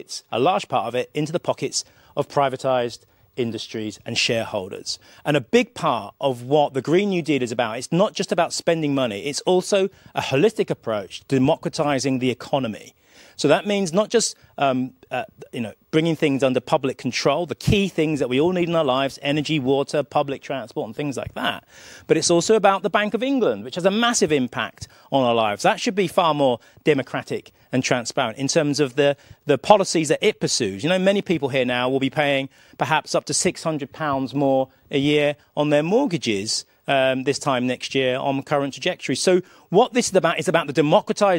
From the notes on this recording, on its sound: joined me live at Labour Conference